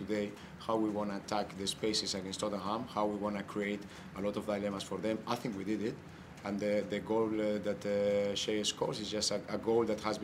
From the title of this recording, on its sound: post-match press conference